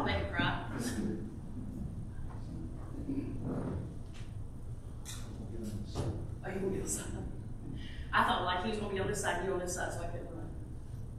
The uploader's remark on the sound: This was my last sermon delivered at Ashville First Methodist Church on May 28, 2023.